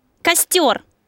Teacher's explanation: В этом слове согласный звук «с» слышится как мягкий